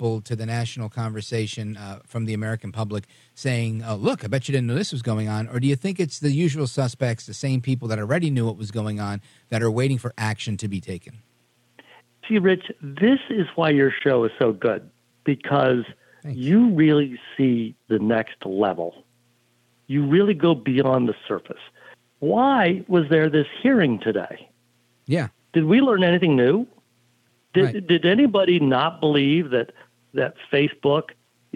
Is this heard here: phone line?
yes